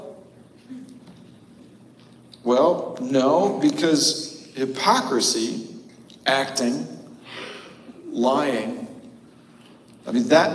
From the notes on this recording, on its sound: Note: The audio is pulled from our live stream this week due to an error with our recording. Apologies for the cavernous echo.